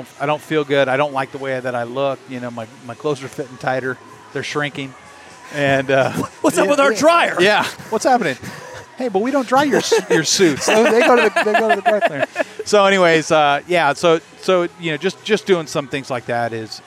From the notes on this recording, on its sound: live from the Good Life Halfsy expo